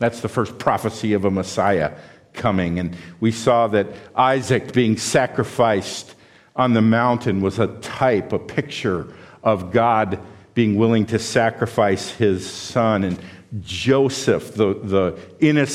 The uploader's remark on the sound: This sermon was preached at Valleybrook Community Church.